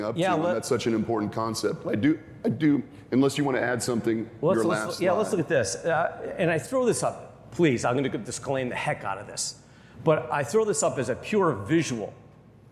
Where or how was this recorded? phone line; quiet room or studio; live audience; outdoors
live audience